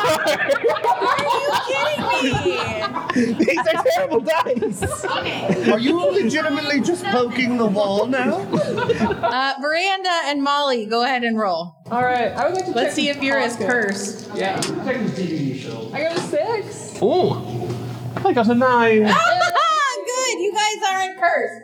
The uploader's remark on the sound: Listen along with our live audience